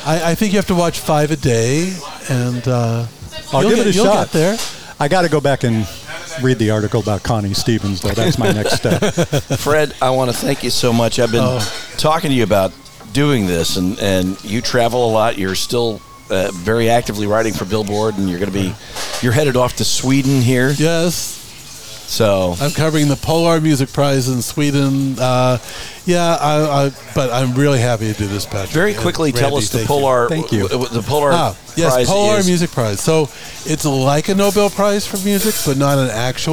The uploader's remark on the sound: Recorded from the corner booth at the center of the Coachella Valley universe, Little Bar. Recorded from the corner booth at the center of the Coachella Valley universe, Little Bar.